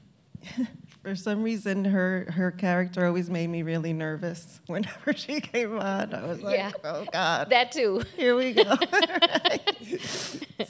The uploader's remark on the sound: We hosted our first LIVE, in-person podcast episode after the screening of the film, Sugar, at The Little Theatre. The recording was provided by The Little Theatre staff.